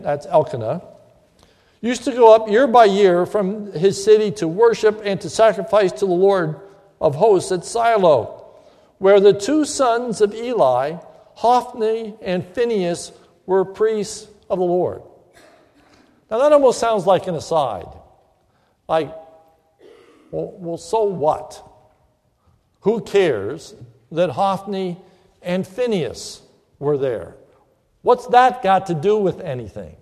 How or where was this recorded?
large echoing room